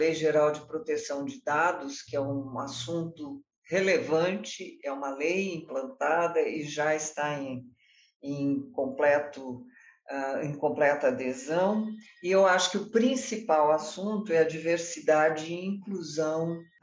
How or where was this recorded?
video call